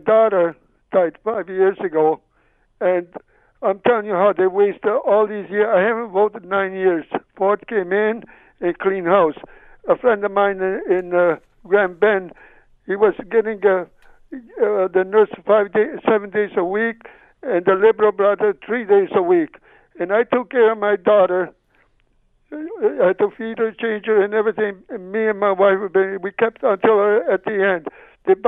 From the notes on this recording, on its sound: opens the phone lines and lets callers talk about whatever they want